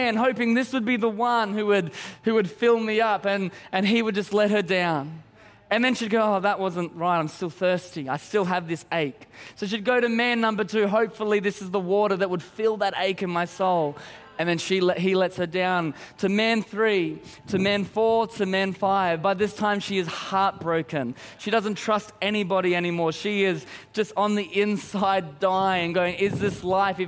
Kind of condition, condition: setting, large echoing room